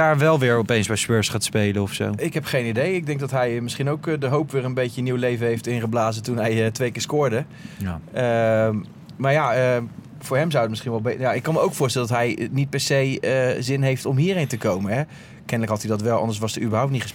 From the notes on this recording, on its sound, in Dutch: Vanuit de Johan Cruijff ArenA! Onze apparatuur wordt mede mogelijk gemaakt door de vrienden van Blue Microphones.